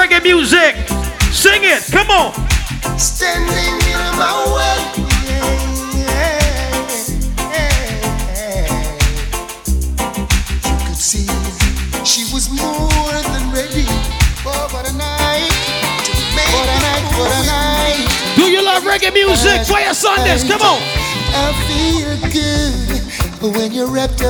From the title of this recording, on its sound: Fayah Sundays Live Audio